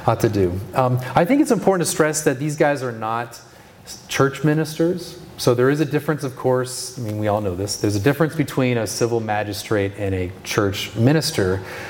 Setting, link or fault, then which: setting, live audience